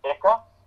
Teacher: Your tongue's only hitting the roof of your mouth once. It's the center of your tongue, yeah. · Term: double clucks